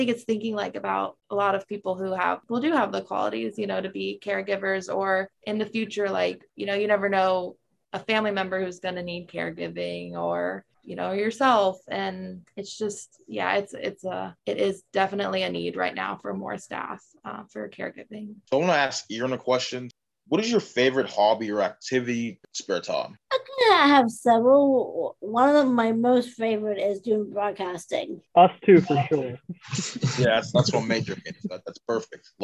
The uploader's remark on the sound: it was a zoom-style interview